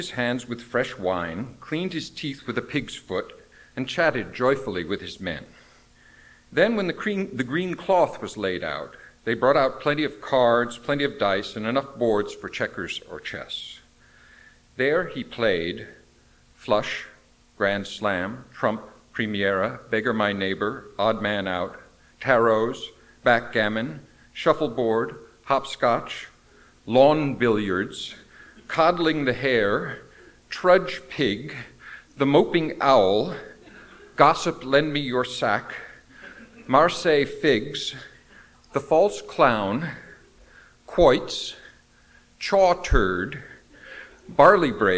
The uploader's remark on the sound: Recording of a lecture delivered on January 16, 2009. As part of the Formal Lecture Series.